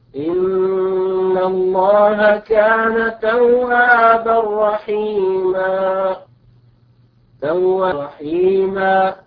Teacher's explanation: إن التنوين هنا وقع بعده حرف الراء، الراء من حروف الإضغام بغير غنة